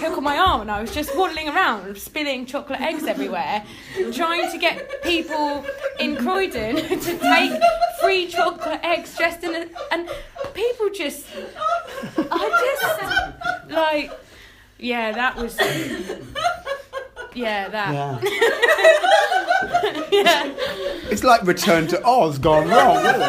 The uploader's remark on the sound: In our first Cast Iron Theatre LIVE, recorded in front of a live audience at Sweet Dukebox, Brighton.